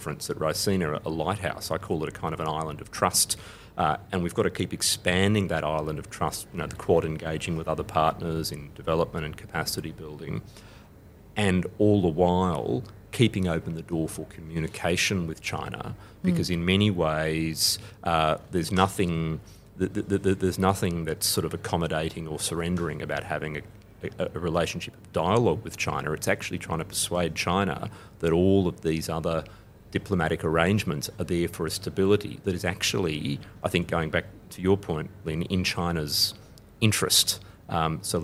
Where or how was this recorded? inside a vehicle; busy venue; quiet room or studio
busy venue